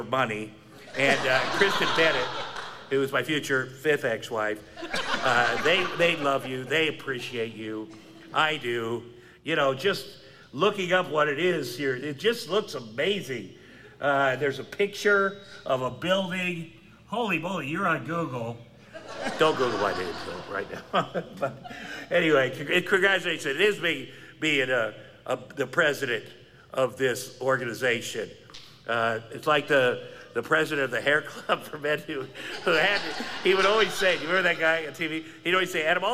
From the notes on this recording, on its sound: LIVE! From the 67th Annual IRWA International Conference. LIVE from the 67th Annual International Conference in San Antonio, Texas!